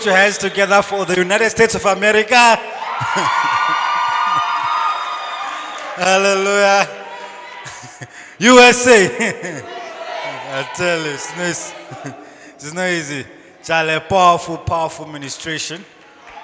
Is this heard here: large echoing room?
yes